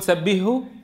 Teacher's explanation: مثل إخواننا من العجم يقول سبحه لأنه يحول الحاء هاء فيدغمهما